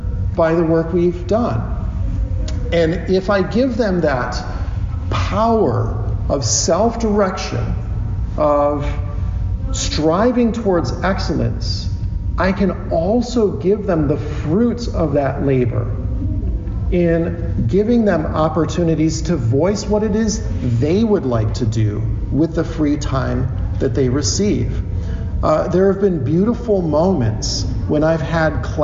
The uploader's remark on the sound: From his talk at the 2023 SCL Conference in Dallas, TX